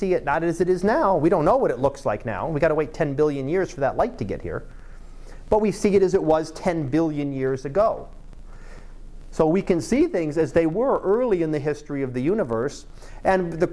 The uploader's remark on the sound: Live Class Lecture 2017 Nov 27